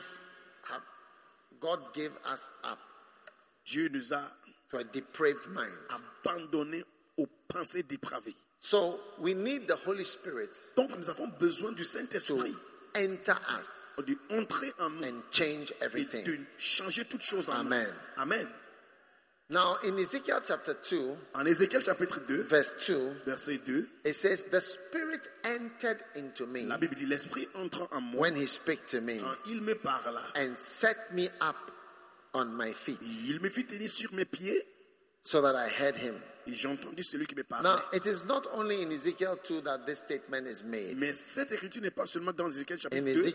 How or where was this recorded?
large echoing room